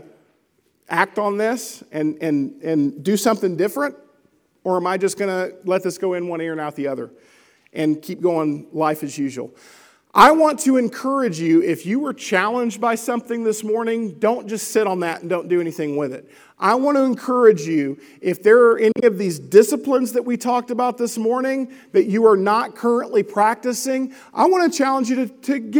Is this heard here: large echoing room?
yes